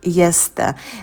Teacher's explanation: А звук «с» мы вытягиваем, подольше на нем сидим. Потом звук «т» мы не придыхаем, потому что он идет после «с». Yesterday. На «д» у нас язык идет на альвеолы.